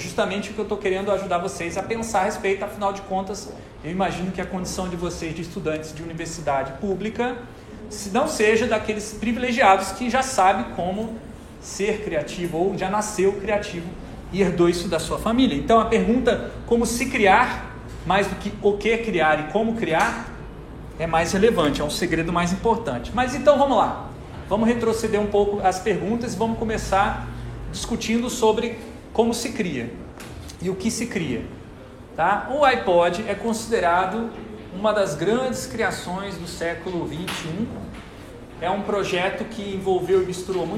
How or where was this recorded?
large echoing room